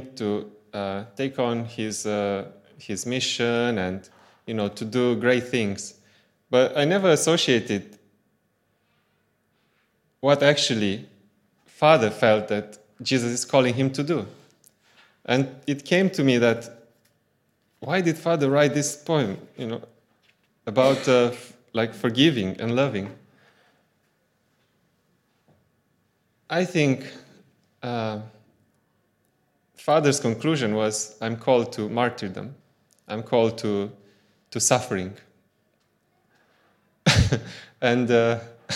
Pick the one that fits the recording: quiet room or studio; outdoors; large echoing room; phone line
large echoing room